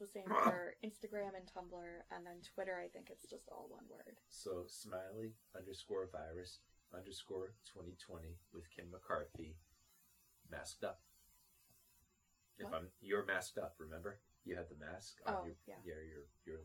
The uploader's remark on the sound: There were some slight audio issues with this one, as this was the first episode in over a year with two people recording in the same room.